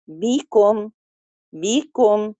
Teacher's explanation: يعني أنا دلوقتي ببدأ بي بي بي بيكم وأضم للكاف بيكو بيكو بيكم، وأروح إيه بسط الشفايف وحطها على بعض ومش جزع، تلامس خفيف، لأن أنا مش بدي للميم غنة. بيكم بيكم، بعد الضم بكسر وضم، وبعدين أروح واقفة على الميم دون غنة بيكم.